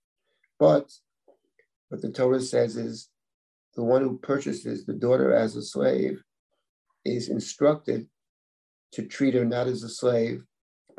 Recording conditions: video call